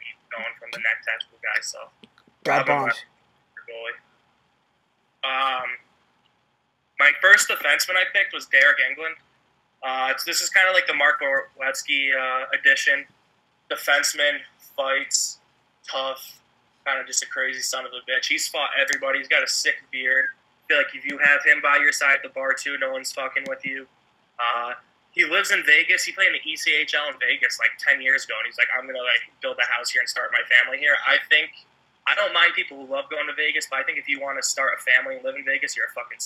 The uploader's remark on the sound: a phone call